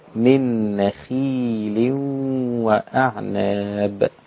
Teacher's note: الخاء هنا جاءت مكسورة، فلا بد أن تكون في أدنى مراتب التفخيم